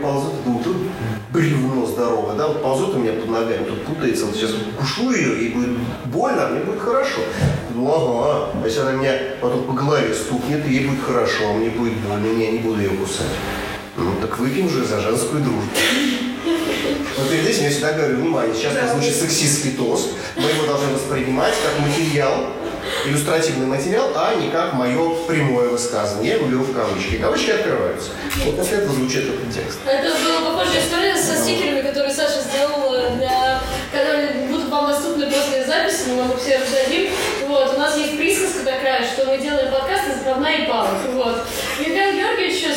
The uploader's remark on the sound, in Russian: Главная цель открытой записи — это личная встреча, живое общение, ноль прописанного текста и полный фристайл, а мы ещё и записались на не профессиональные микрофоны.